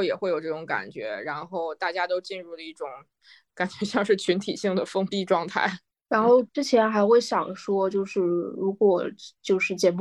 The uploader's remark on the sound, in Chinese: 又是线上录制的一期。我们又开始了新一轮的居家办公模式。